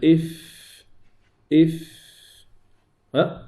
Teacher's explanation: عندنا الشفة السفلى مع الثنايا العليا، الشفة السفلى مع الثنايا العليا، إف إف همس، يعني نفس بوحده بلا صوت بلا وتري